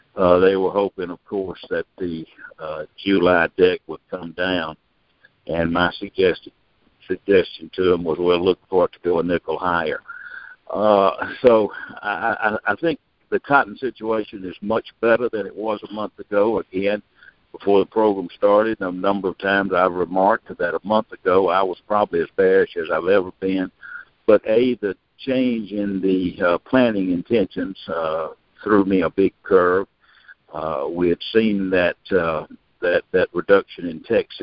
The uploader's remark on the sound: Monthly Conference Call